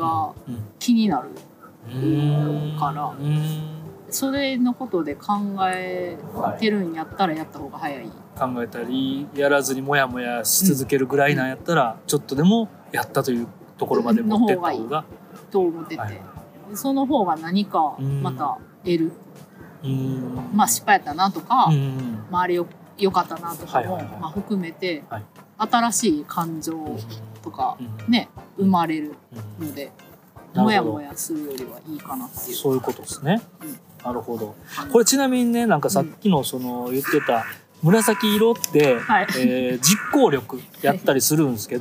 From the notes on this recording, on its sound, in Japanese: 野外収録。